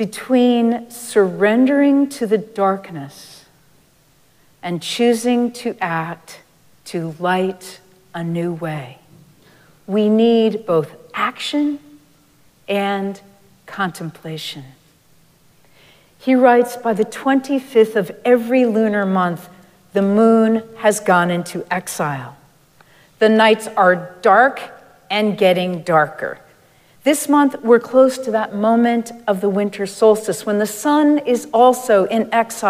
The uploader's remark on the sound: Recorded live at Arlington Street Church, Sunday, December 10, 2023.